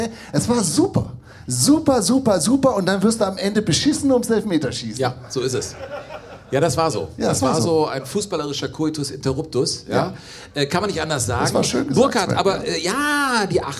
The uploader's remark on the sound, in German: Liveshow Zeche Carl/Essen. An einem unvergesslichen Sommerabend. Das Publikum wurde mit einer Saalwette herausgefordert, obwohl es eine Open-Air-Veranstaltung war.